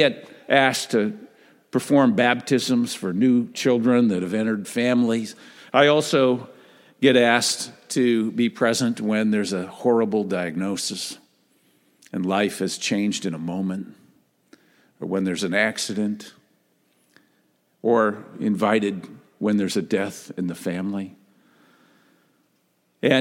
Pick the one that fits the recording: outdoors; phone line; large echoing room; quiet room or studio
large echoing room